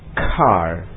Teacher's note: Ka ini adalah bunyi voiceless velar plosive, okay, dalam istilah pengajaran bahasa Inggris. Orang asing tidak bisa mengucapkan ka tanpa ledakan